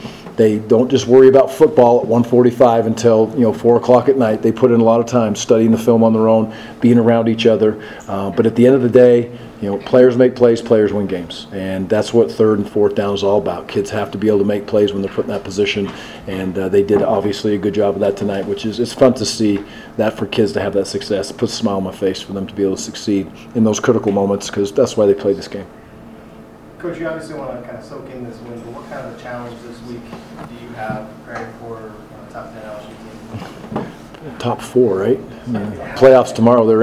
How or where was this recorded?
busy venue